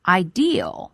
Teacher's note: 大家在读的时候呢可以适当的把这个前面的元音拖长一些 · ideal 这个词后面千万不要加上了 R,读成了 idea,这里没有 R